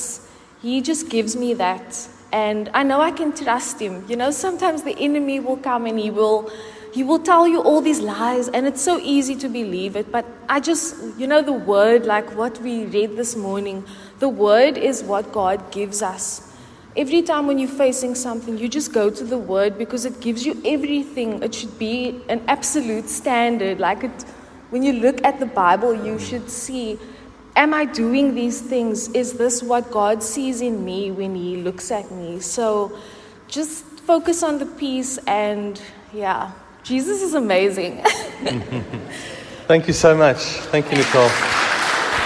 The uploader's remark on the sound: Recorded at the 9:30am service on Sunday 23rd July 2023